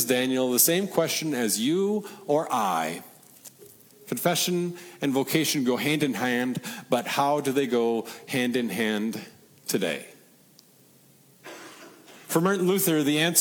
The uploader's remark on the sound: Regional Reformation Festival sermon preached at Peace (ELS) in Deshler, OH.